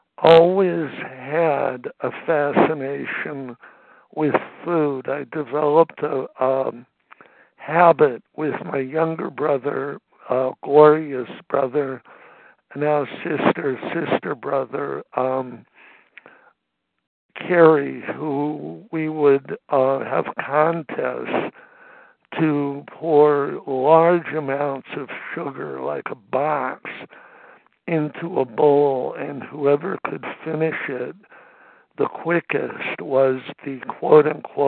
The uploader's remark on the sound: 100 Pounders Phone Meeting, 9/26/23.